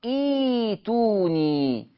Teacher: طيب افرضوا همزة الوصل بدأت بها مكسورة، همزة الوصل بدأ بها مكسورة. طالما ان انا بدأت بها مكسورة هتبدل همزة القطع الساكنة ياء